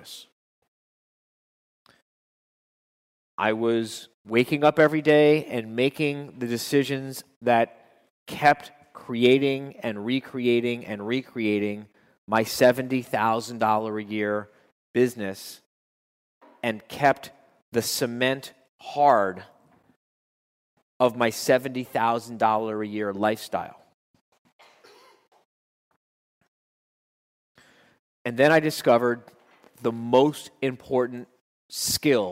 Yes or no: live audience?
yes